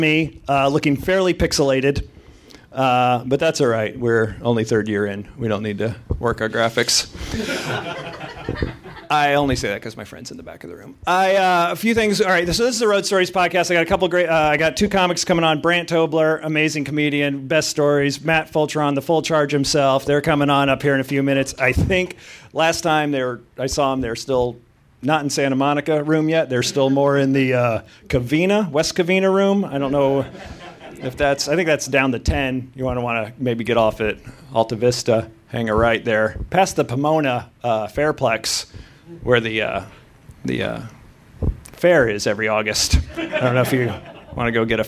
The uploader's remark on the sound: LIVE from the LA Podcast Festival!